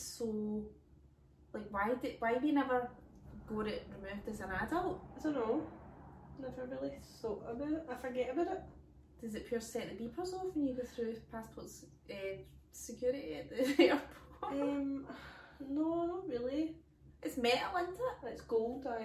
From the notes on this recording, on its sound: The lassies have technical difficulties this week.